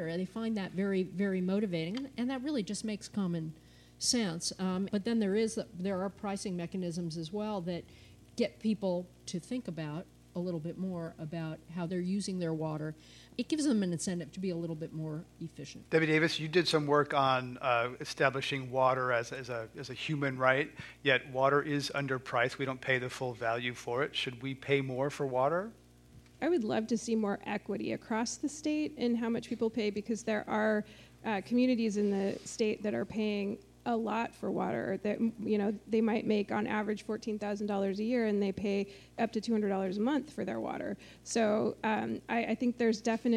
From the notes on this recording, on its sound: This program was recorded in front of a live audience at The Commonwealth Club of California on August 13, 2014